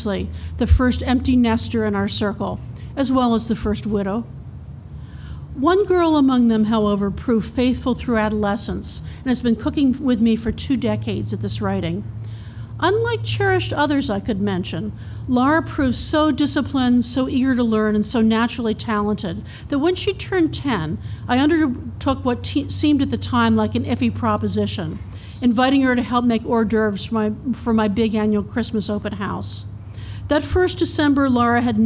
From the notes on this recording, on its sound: take questions at The Modern Hotel's Campfire Stories, June 13, 2016, recorded by Radio Boise